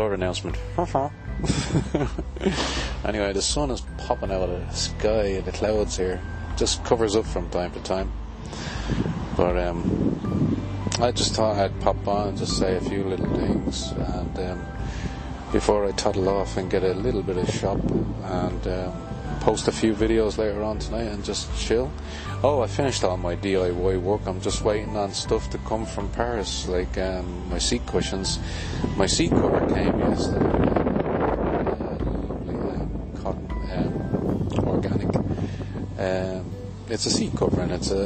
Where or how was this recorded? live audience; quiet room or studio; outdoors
outdoors